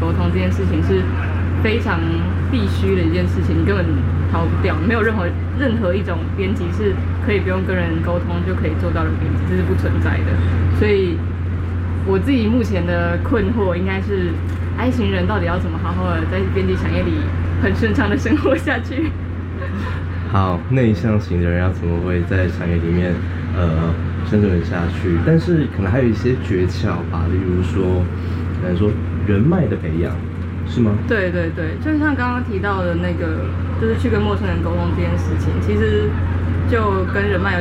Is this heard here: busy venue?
yes